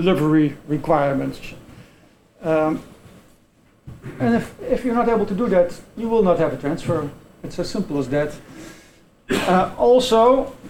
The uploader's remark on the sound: This podcast is part of the recording of the symposium that was held on June 1st.